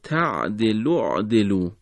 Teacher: اعدلوا به دلیل اینکه همزه همزه وصل هست، در حالت وصل همزه دیگه قرائت نشد و کلمه به این نحو خونده شد تعدلوا اعدلوا.